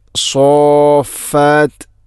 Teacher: സോഫാത്ത് അവിടെ സോഫാത്ത് എന്ന് നല്ല ഷദ്ദ് ചെയ്ത് കൃത്യമായിട്ട് അവിടെ നീട്ടണം. · Term: മദ്ദ് ലാസിമാണത്